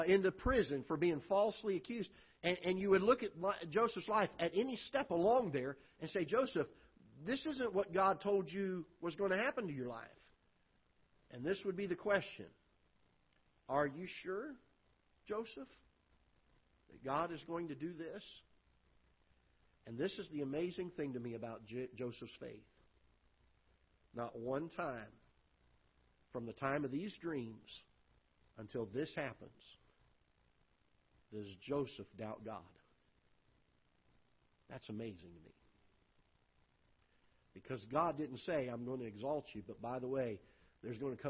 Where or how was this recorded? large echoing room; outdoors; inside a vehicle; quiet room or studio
large echoing room